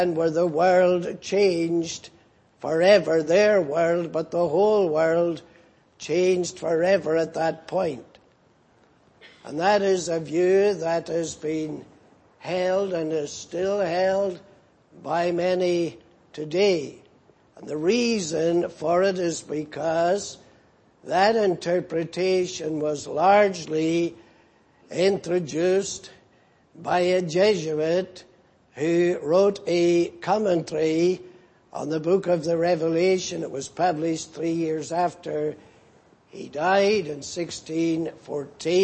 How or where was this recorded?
large echoing room